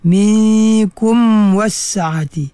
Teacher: Tetapi perlu dirapatkan betul-betul mim tu, sebab huruf mim dan waw tu huruf yang sama tempat keluarnya, iaitu di bibir mulut · Term: izhar syafawi